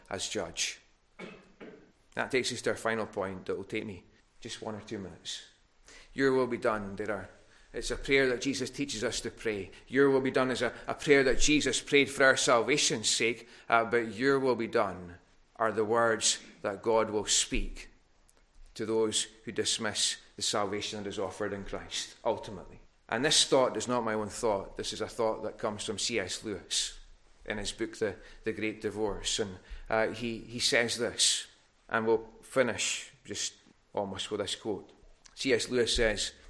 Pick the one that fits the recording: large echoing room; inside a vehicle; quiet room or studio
large echoing room